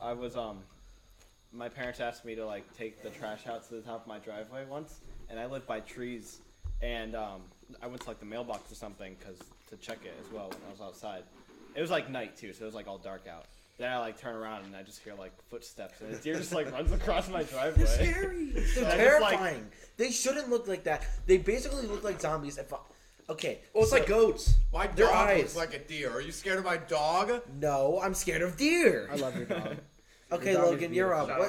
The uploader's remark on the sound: We're trying out a new thing with the mics and then it sounds a little weird